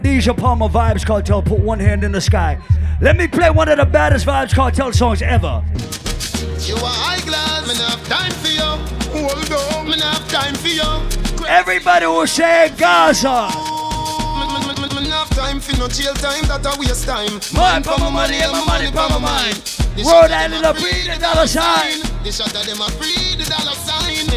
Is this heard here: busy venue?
yes